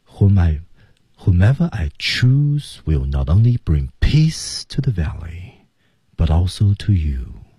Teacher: 这整句话呢在那个 peace 那个地方到达一个小高点哈。对，因为这是重量级的信息出来了。 peace to thevalley，但是它那个 peace 呢又重又轻。